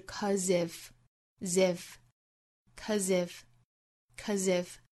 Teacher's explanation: 我们要注意到它其实尾巴是一个浊音，再跟后面的 if 做连读